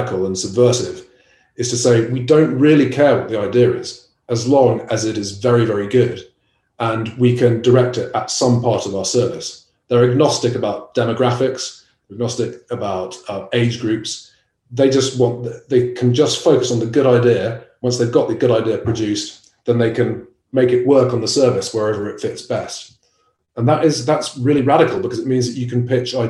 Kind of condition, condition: link, video call